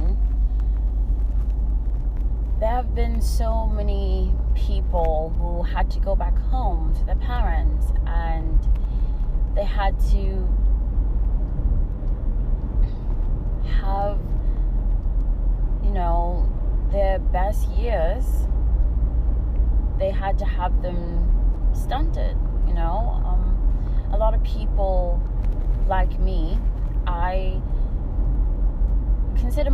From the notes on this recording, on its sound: Sorry for the static! My mic stopped recording in the middle but I completed the audio!